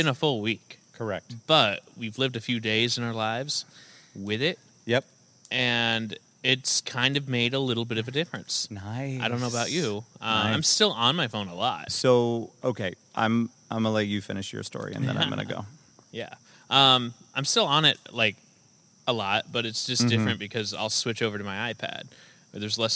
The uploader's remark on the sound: Forced outside due to unfortunate events. Are at one with nature.